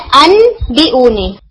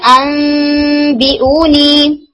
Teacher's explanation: जब नून साकिन या तिनवीन के बाद हर्फ बा आ जाए, तो आप क्या करते हैं? नून को चेंज कर देते हैं इनटू मीम। · Shown in: second take · Term: इक्लाब